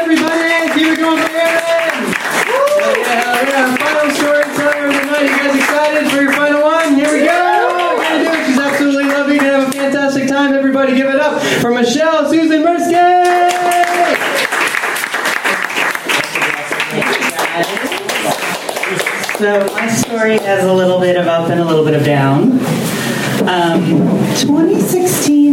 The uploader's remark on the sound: Live from Genuine Joe's